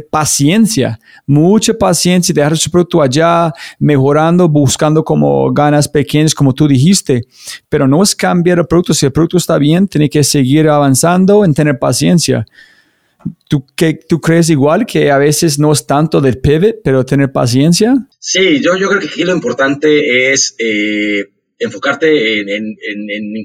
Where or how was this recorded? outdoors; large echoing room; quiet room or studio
quiet room or studio